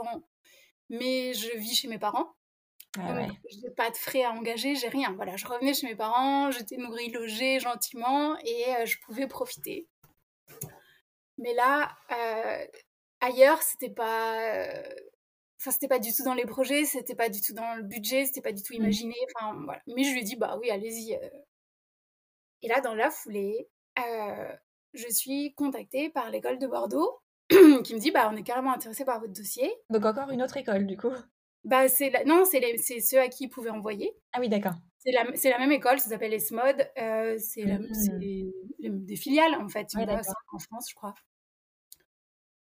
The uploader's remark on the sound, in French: Mon micro ne fonctionnait pas le jour de l'enregistrement, ce qui explique la qualité de son pourrie !